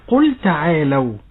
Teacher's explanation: قل لام فعل ساكنة وحكمها الإظهار لوقوع التاء بعدها